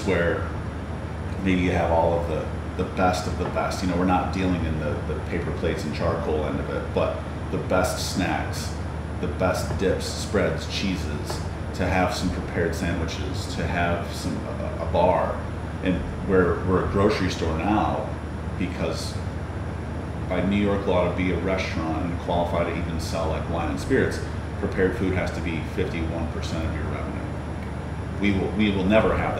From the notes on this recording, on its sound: we recorded live, at the Olney Place